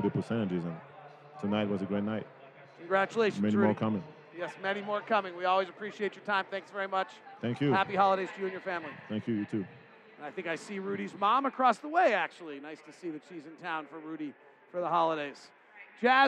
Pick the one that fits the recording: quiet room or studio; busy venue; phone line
busy venue